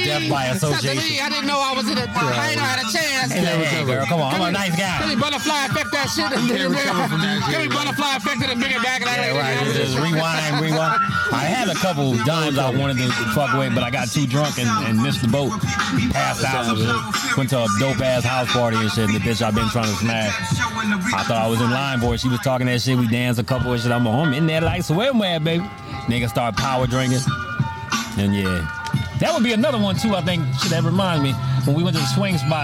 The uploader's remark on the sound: On Location In Mission Beach California